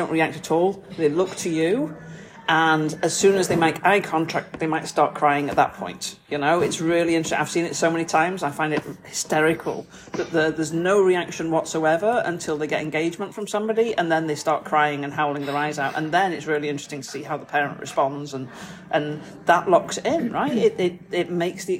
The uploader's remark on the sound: this episode is recorded in a restaurant so may have more background noise than a usual podcast